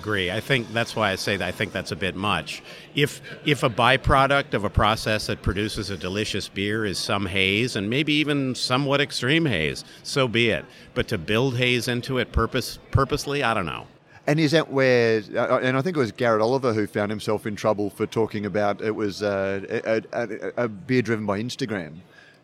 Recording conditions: busy venue